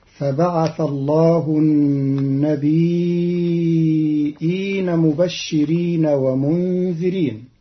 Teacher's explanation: قرأ قالون كلمة النبيين بتخفيف الياء ساكنة مع همز بعدها تبعا للأصل، فتصير هكذا: فبعث الله النبيين مبشرين ومنذرين.